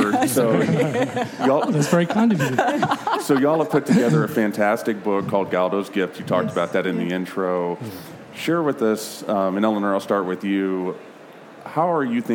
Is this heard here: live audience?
yes